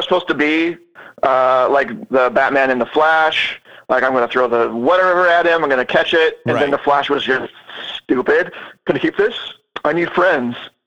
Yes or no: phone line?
yes